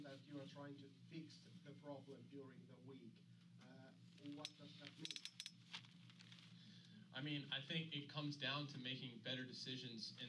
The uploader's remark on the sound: This is the press conference for the 250 class from round 4 of the Monster Energy AMA Supercross series from Oakland California.